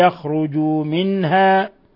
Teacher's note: نون ساكنة جاء بعدها الهاء حكم التجويد إظهار حلقي